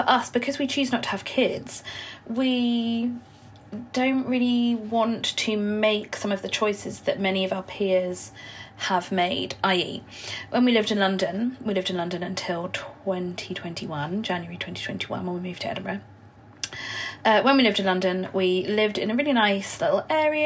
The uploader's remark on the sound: In this (wholly unscripted!) episode recorded in the company of my boiler.